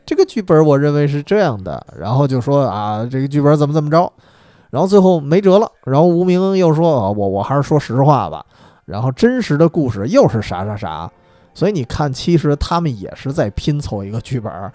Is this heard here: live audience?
no